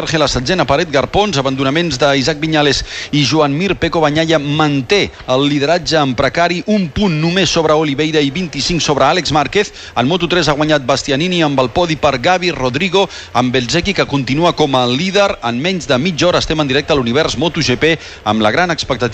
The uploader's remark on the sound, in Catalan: Hi serem i sentirem en directe, des de la Plaça Major de la ciutat.